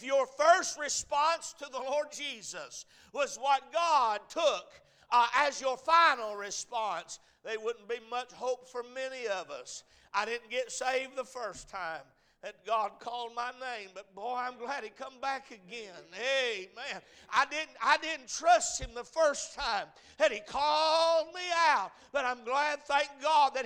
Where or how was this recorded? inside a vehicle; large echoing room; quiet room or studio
large echoing room